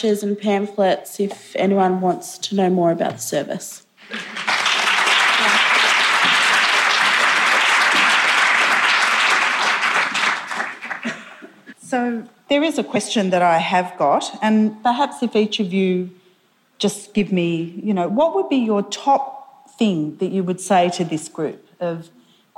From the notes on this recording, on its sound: Conference presentations from the Victorian Government's Realising the Potential Conference. The audio for this session has been generously provided by the Victorian Department of Education and Training.